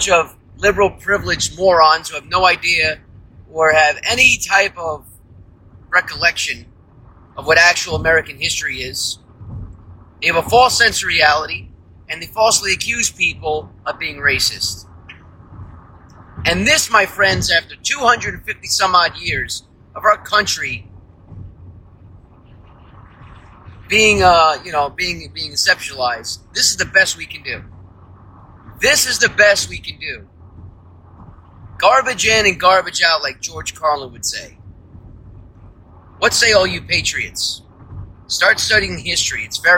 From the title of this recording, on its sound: From The Car